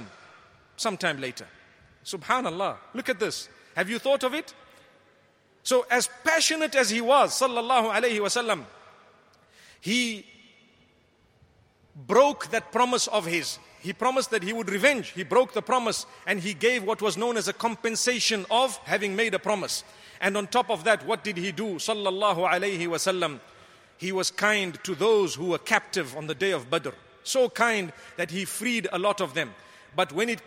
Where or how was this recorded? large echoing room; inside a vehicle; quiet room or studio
large echoing room